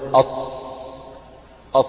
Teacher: يعني جزء من اللسان ينطبق على اللسة العليا، أض وأط وأظ، فالصاد والضاد والطاء والظاء هذه الحروف الأربعة اللسان فيها ينطبق على اللسة العليا، مما يؤدي إلى انحصار الصوت بين اللسان واللسة العليا · Term: حروف الإطباق